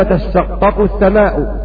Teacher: أن التاء أدغمت في الشين فصارت شينا مشددة